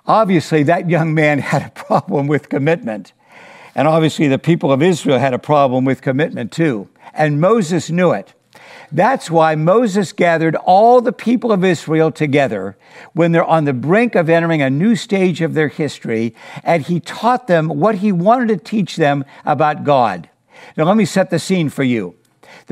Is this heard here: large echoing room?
yes